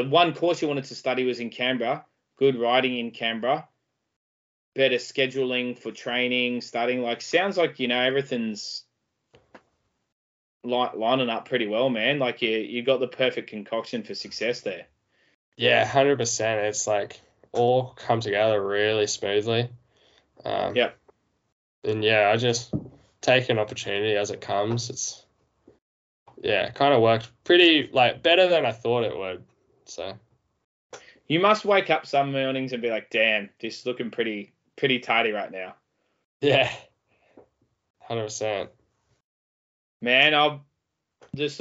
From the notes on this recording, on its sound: Shot on : Skype.